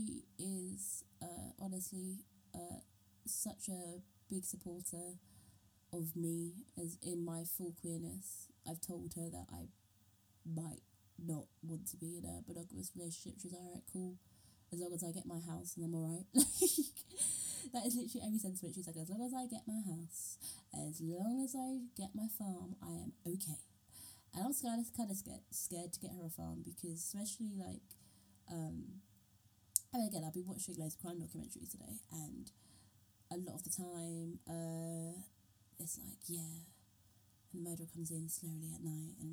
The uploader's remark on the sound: My mic broke....we're gonna have some funky audio for the next few episodes folks.